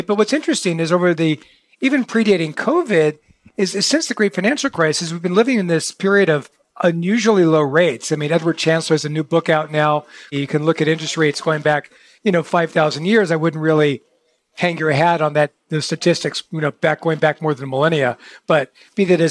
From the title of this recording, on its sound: Live at Future Proof!